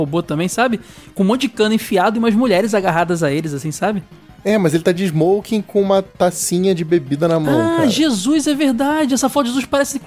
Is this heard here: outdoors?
no